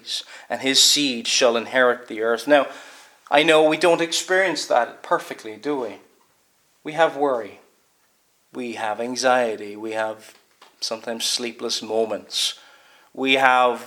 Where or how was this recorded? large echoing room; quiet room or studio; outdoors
large echoing room